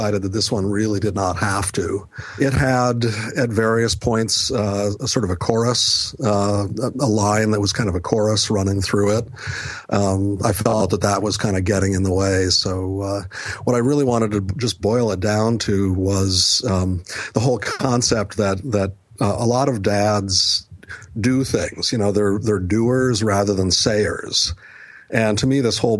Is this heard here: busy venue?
no